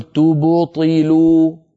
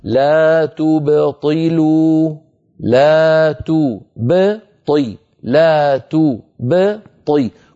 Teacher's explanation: الباء هنا باء ساكنة مقلقلة قبلها ضمة وبعدها كسرة · Shown in: second take · فلا يصح أن أقول تبطلوا فأجعل الباء تتأثر بالضمة التي قبلها، ولا يصح أن أقول تبطلوا فأجعلها تتأثر بالكسرة التي بعدها، بل أسكنها مقلقلة هكذا لا تبطلوا لا تبطي لا تبطي، كل حرف يأخذ حقه بدون تكلف وبدون يعني شيء مشوش.